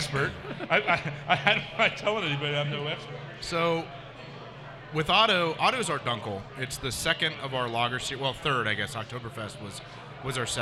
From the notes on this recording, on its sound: We once again are live at Braxton Brewing Company in Covington, KY.